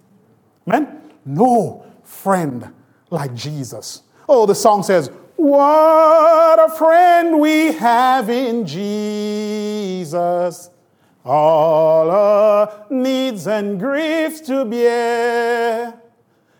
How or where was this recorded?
large echoing room